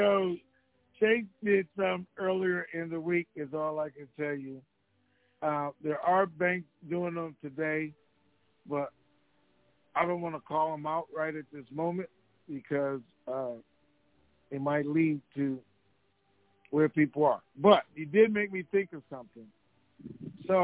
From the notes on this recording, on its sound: TNTSuperfantastic Conference Call.